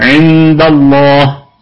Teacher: عند الله، عند الله الكلمة كلها مرققة والنون ساكنة إخفاء حقيقي بغنة، عند والغنة هنا في ثالث درجات الغنة، عند لو وقفنا عليها طبعا قلقلة وسطى، لو وصلنا تبقى قلقلة نسبية إنها حرف متحرك ده المتحركة، عند الله لأنه لام لفظ الجلالة سبقت بفتحة فتفخم اللام لأنه قبلها مفتوح عند الله.